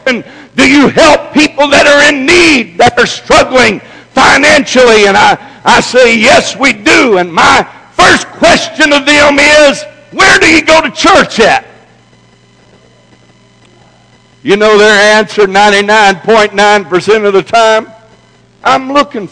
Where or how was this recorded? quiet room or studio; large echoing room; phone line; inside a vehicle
large echoing room